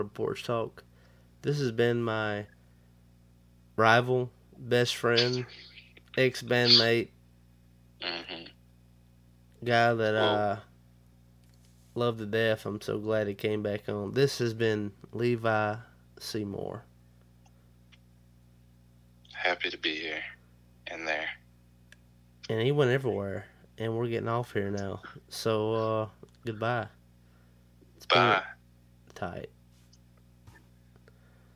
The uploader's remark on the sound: burnt the phone lines